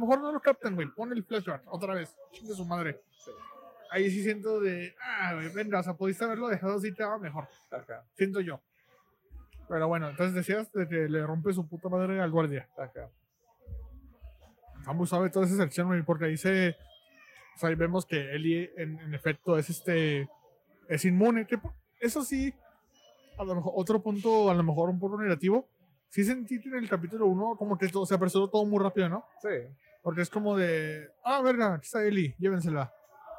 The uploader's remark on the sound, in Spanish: Todo desde un Carl’s Jr. Tuvimos problemas con el audio, una disculpa.